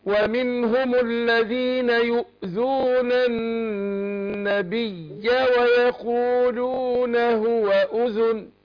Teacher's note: النون مشددة هتاخد غنى حركتين والياء مشددة هشددها